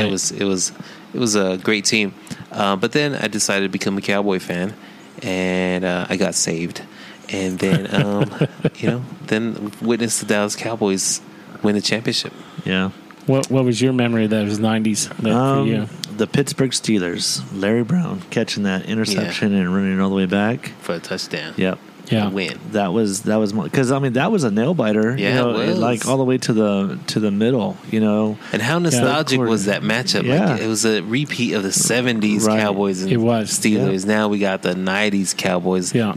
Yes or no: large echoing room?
no